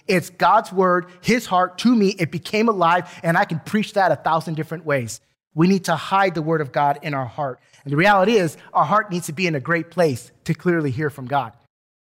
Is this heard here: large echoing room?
yes